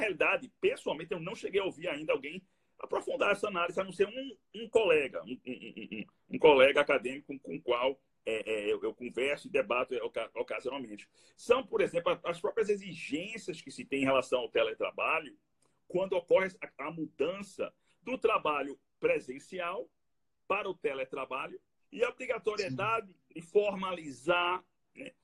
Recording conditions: video call